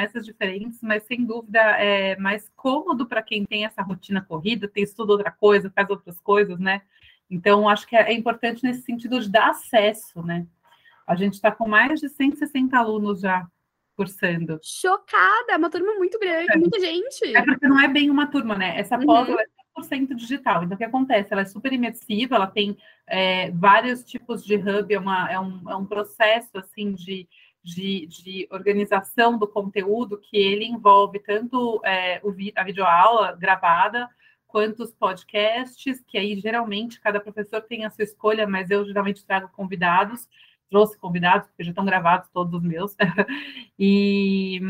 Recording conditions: video call